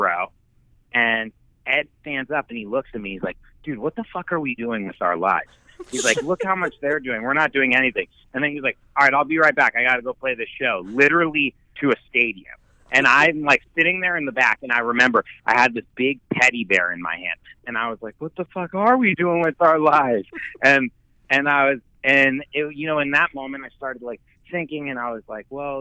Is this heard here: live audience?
no